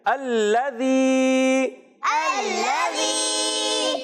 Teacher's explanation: الذی، الذی، لام کو مشدد رکھیں گے، تھوڑا رک کر ادا کریں گے، زال کی ادائیگی کلیئر رکھنی ہے، زا سے نہیں بدلنا، ایک الف کھینچنا ہے کیونکہ یا مدہ ہے